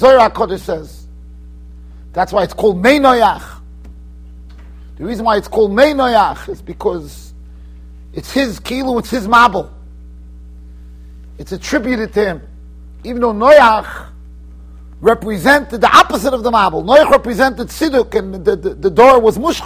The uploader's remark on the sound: Shiur recorded in Yeshivas Ohr Reuven, Monsey NY.